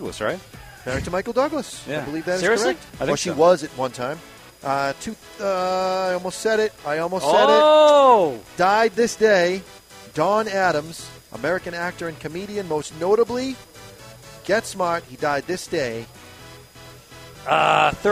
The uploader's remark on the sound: Two Guys Smoke Shop 28th Anniversary PARTY! Live from an undisclosed location, it's Two guys Smoke Shop's 28th Anniversary...